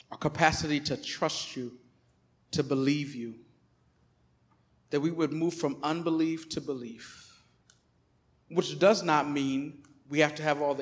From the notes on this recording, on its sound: Recorded on 2016-09-11 at the 11:30am Service.